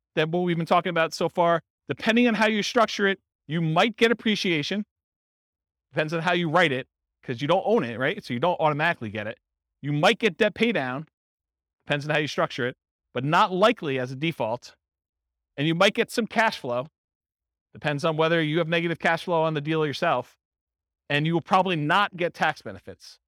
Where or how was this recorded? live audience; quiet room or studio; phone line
live audience